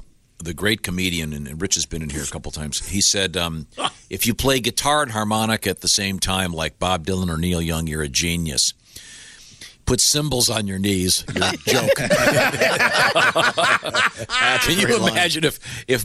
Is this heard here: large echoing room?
no